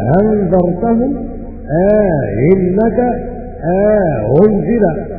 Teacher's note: قرأ بتسهيل الهمزة الثانية مع إدخال ألف بين الهمزتين